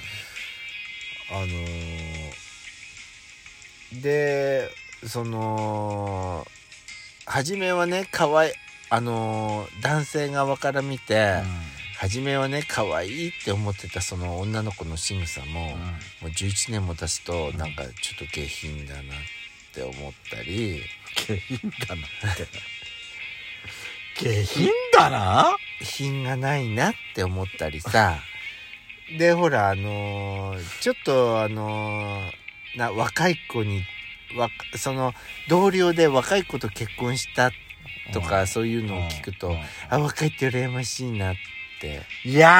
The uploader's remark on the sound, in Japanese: From Radiotalk。パーキング収録。